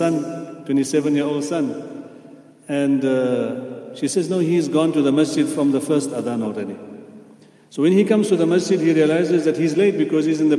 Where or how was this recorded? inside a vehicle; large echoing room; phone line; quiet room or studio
large echoing room